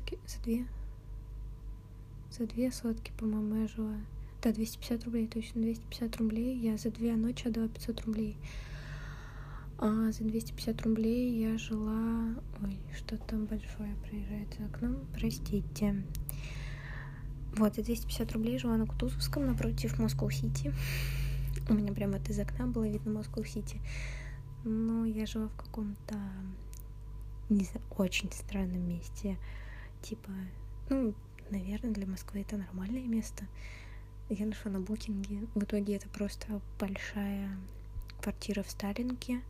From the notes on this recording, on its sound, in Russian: Вышло очень тихо и с кучей шумов. Подкрутите звук немного погромче.